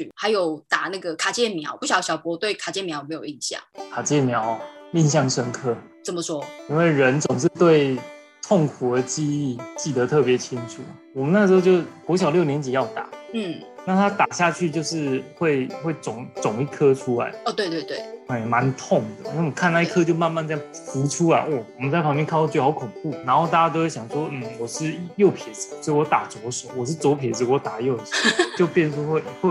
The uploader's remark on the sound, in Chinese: 遵守防疫不群聚原則，節目採用線上錄音喔！